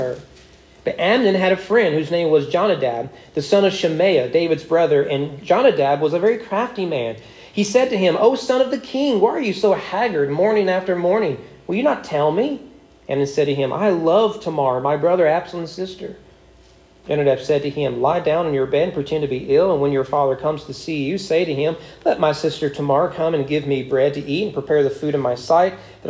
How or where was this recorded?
large echoing room